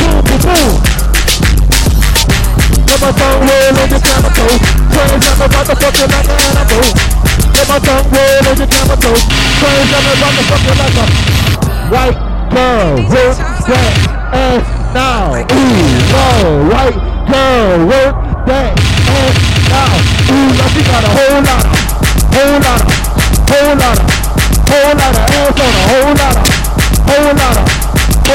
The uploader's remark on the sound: Pool party live In Laffy.